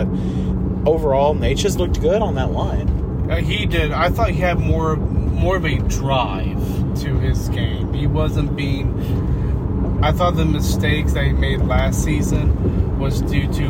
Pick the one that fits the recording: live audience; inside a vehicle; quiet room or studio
inside a vehicle